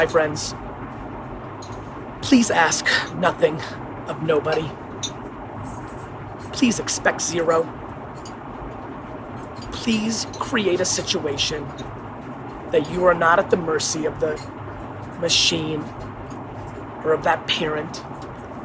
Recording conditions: phone or laptop microphone